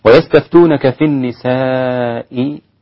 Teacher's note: المد هنا مد متصل مقداره أربع حركات عند كل القراء عدا حمزة وورش ست حركات بالإشباع.